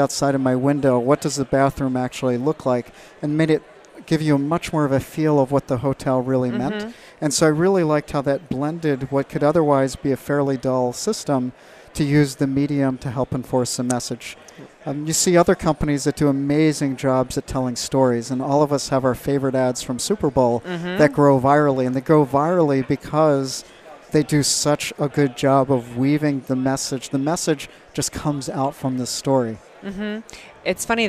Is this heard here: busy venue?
yes